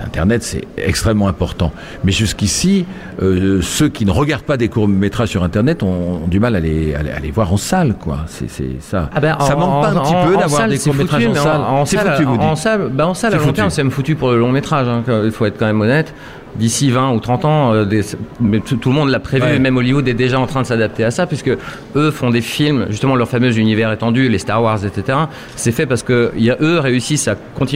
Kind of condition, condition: setting, busy venue